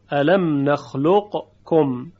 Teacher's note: و مانند ادغام قاف در کاف، الم نخلقکم، همین یک مورد رو داریم در قرآن به این صورت، الم نخلقکم. قاف و کاف هم به لحاظ مخرج اینها متقاربینن، یعنی نزدیک هم هست مخرجشون، فلذا ادغام متقاربین انجام میشه